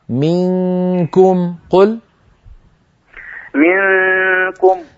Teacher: نون ساكنة بعدها كاف لابد من الإخفاء